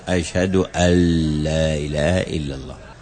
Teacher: فإن النون مدغمة إدغاما كاملا في اللام ما يتظهر